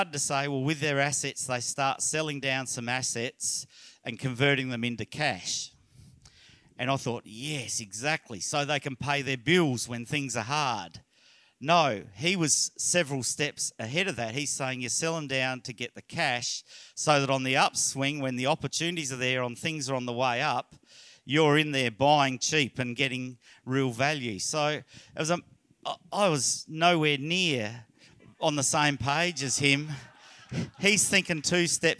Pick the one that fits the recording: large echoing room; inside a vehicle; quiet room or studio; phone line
large echoing room